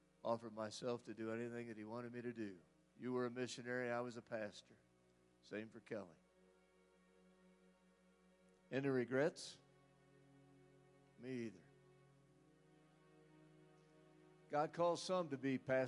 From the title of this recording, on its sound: Woodland Life Church Live